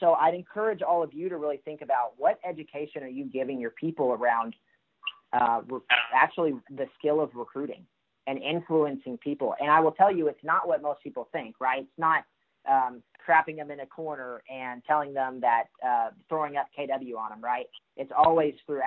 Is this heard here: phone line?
yes